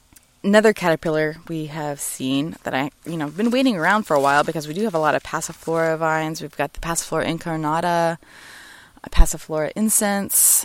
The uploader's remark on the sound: Live from My Backyard